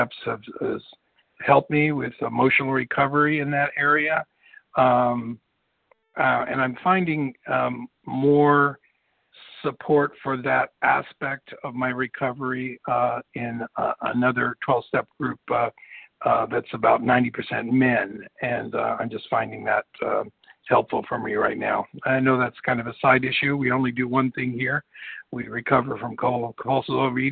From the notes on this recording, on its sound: the 100 Pounders Phone Meeting